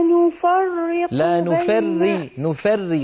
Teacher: راء مشددة مكسورة يعني مرققة